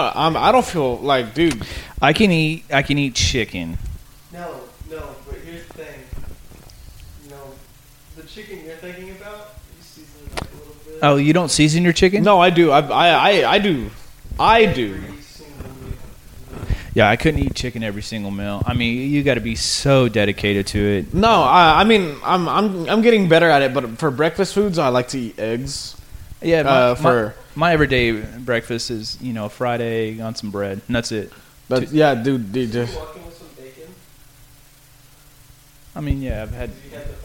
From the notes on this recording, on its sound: Technical Difficulties. Throughout the episode, one of the microphones decided it did not want to function. The audio quality is quite poor.